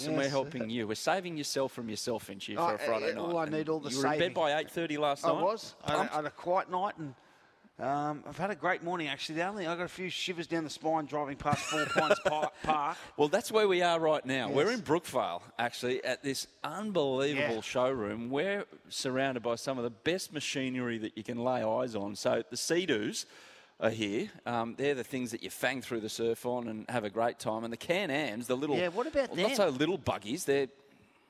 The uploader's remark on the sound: live from Seadoo in Brookvale